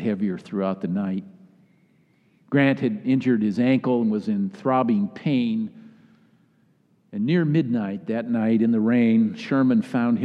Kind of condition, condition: setting, live audience